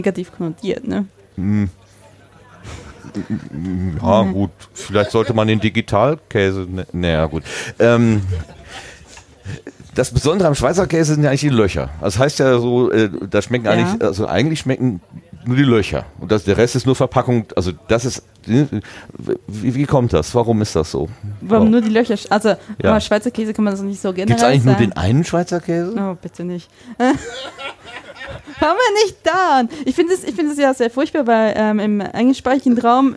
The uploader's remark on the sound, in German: Podstock 2018 - vor Ort.